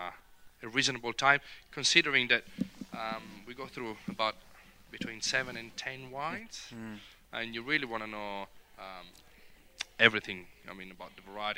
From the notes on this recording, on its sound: King Valley Outside Broadcast.